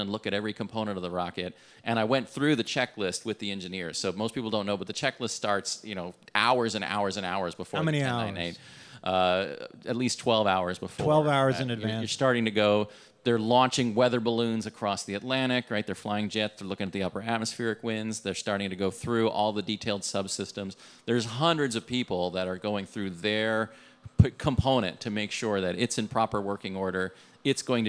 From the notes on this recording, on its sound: This conversation was recorded at TWIN Global on Monday, September 25th, 2018, at Marshall's Landing, Merchandise Mart in Chicago.